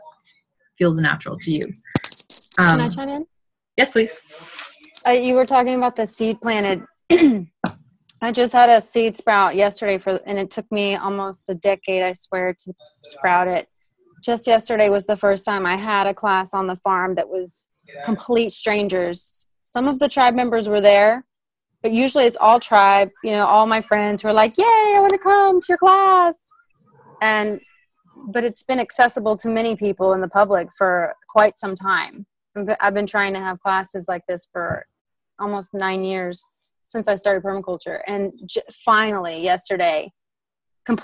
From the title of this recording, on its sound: Second oldest Zoom call we recorded